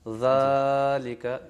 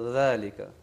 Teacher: یہاں پر ذالک مختصر دو حرکت کے برابر اس کو پڑھا جائے · Shown in: second take